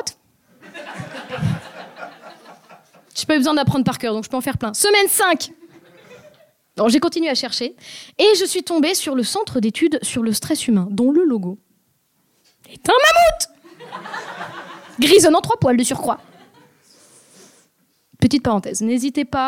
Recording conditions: live audience